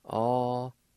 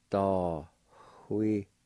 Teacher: right between the A and W, at the beginning of the word, there's going to be a faint H sound